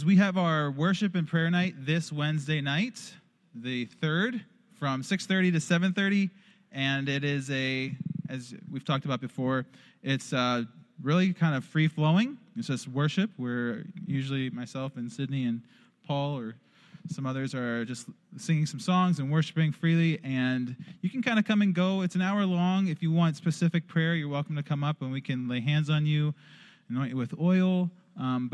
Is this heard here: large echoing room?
yes